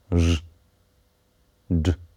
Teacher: Kiedy dotykasz ręką krtani, wymawiając te głoski, ż, dż, możesz wyczuć wibracje. · Term: dźwięczne